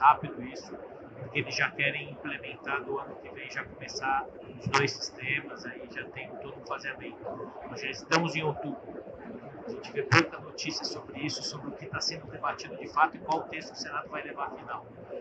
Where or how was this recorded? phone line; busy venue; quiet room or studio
busy venue